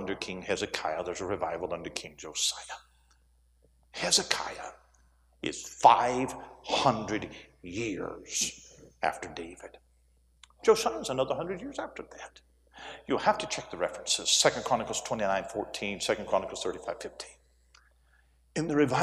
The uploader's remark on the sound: A sermon preached Wednesday Afternoon during our Spring Jubilee, on March 29, 2023.